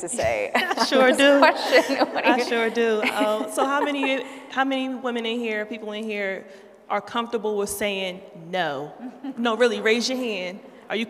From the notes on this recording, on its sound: Tune into a special live audience recording at "She Means Business" during IMEX America in Las Vegas.